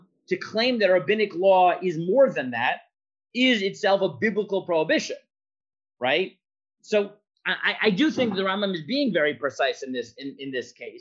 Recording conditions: video call